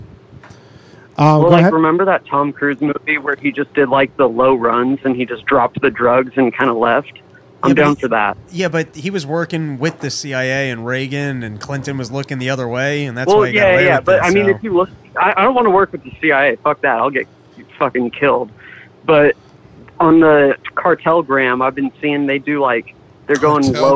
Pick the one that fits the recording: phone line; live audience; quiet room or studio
phone line